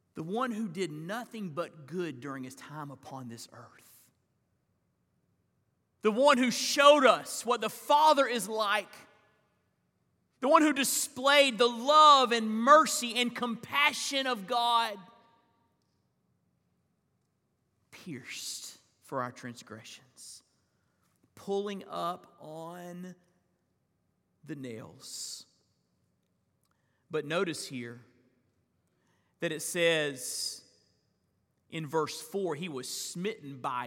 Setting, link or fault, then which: setting, large echoing room